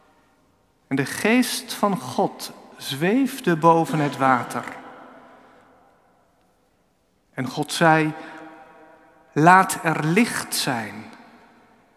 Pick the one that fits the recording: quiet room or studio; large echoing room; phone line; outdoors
large echoing room